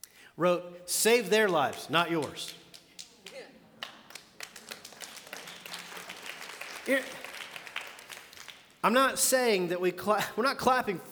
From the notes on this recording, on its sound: The Fellowship in Nashville. Recorded live at The Fellowship at Two Rivers on December 1, 2019.